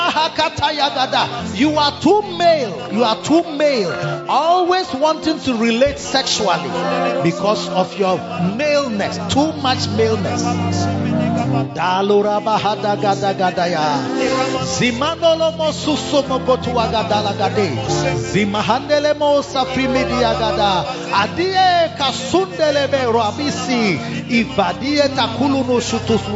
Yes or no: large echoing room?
yes